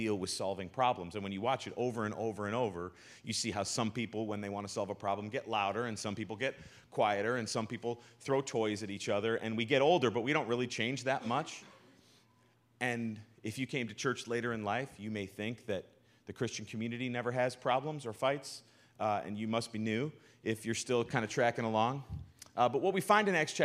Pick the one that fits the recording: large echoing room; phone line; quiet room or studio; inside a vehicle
large echoing room